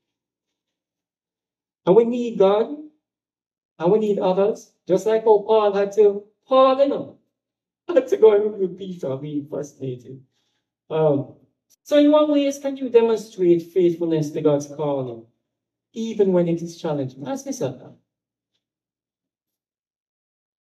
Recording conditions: large echoing room